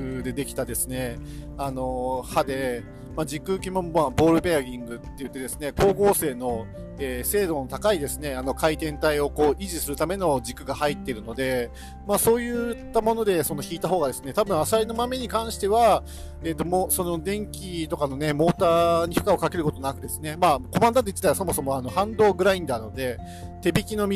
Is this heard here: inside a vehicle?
yes